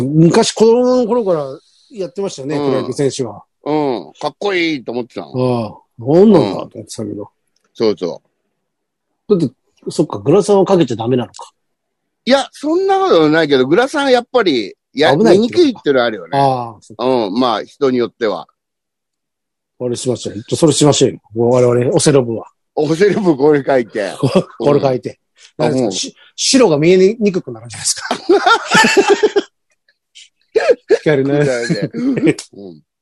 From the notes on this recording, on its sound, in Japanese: ZOOMで収録。